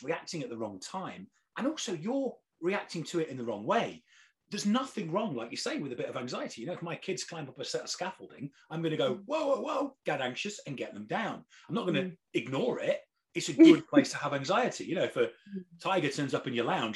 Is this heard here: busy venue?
no